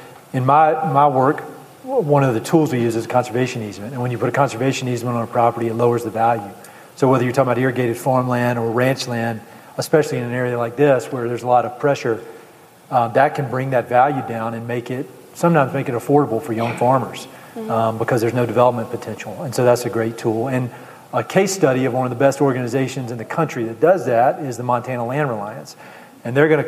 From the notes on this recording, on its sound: This episode is a special recording from a Mountain & Prairie live podcast in Bozeman, Montana. More than 300 folks gathered at the historic Ellen Theatre in downtown Bozeman to watch, listen, and participate.